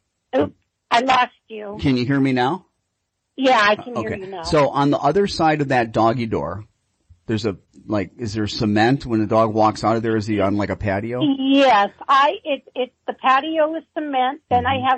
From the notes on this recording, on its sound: Listener Q & A from live callers and FaceBook Live.